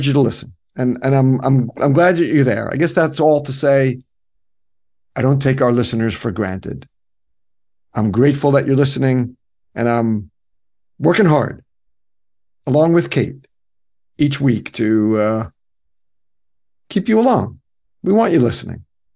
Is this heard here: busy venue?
no